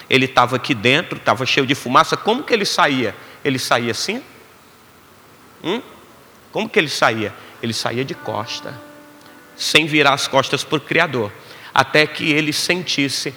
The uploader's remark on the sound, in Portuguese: Gravado dia 20/12 no Ministério Quero Viver em Fortaleza